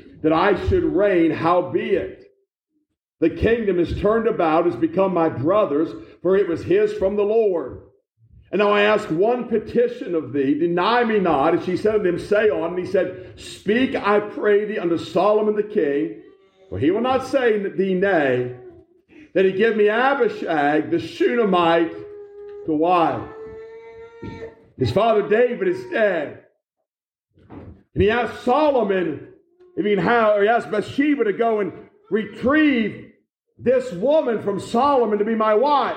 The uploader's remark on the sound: This message was preached in October 2021 at the Black Creek Baptist Church